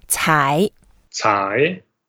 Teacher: And then 才 is a second word, it's a second tone, so we go up slightly.